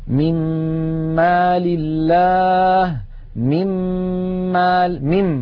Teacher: لاحظوا أننا ننتقل من الميم الأولى إلى الميم الثانية مشددة